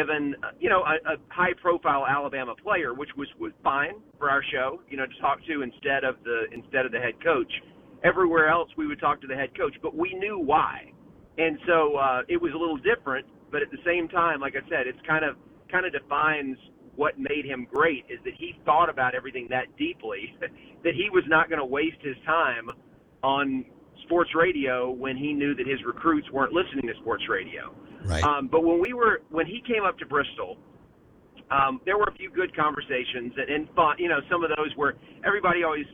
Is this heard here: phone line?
yes